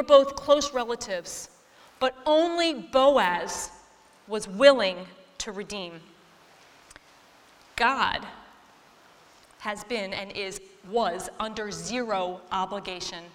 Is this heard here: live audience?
yes